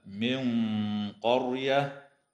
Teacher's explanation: وتخفى النون الساكنة عند القاف مع الغنة مفخمة في قوله تعالى: من قرية، ويظهر التنوين عند الهمزة في قوله